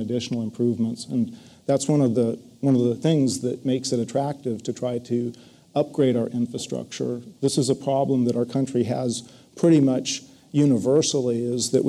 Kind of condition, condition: setting, live audience